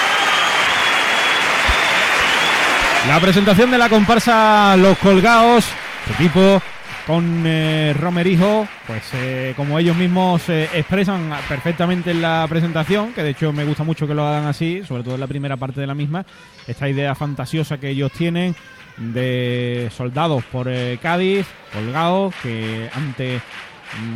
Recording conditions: live audience